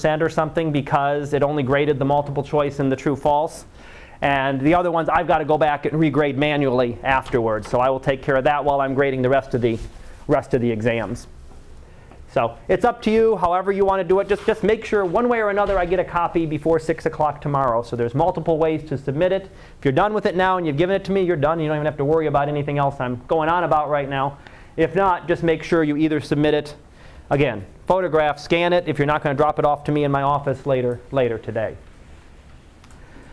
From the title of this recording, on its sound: Live Class Lecture